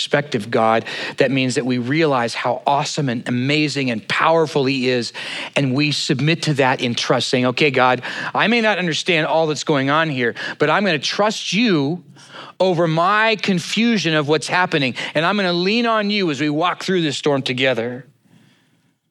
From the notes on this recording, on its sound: at Neighborhoodchurch of Cypress on 08/20/2023